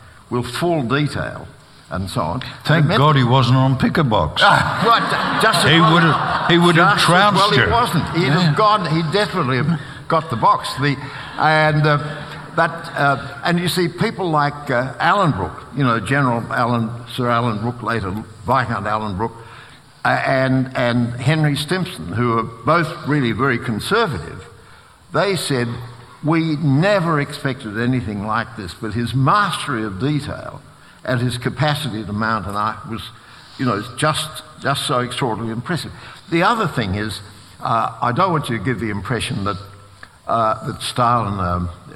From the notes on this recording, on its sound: This is a live recording from our event.